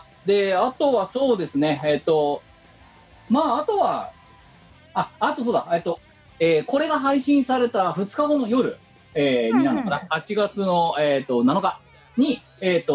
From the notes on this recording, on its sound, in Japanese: 本番組はリモート収録です。収録時環境の影響により、聴き取り辛い部分があります。音声が歪んだり飛んだりしています。